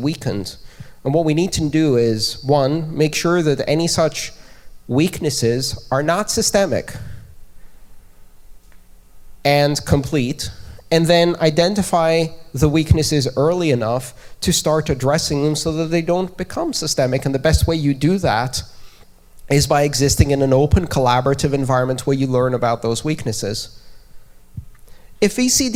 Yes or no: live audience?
yes